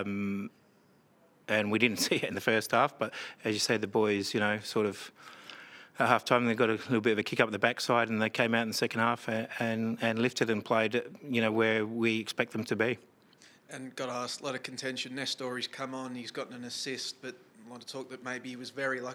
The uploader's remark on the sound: post-match press conference